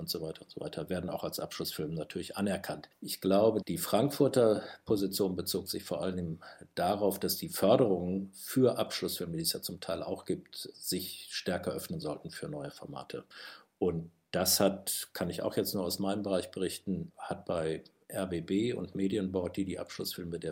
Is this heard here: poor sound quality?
no